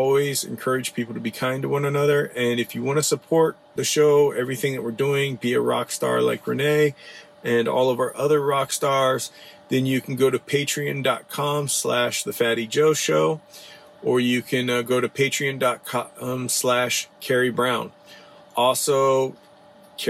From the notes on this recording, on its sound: This episode was recorded from the road